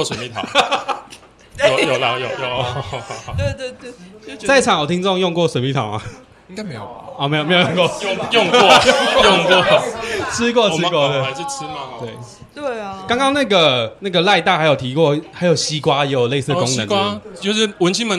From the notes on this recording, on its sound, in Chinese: 這次的 Live Podcast 活動非常感謝咖哩逗陣贊助場地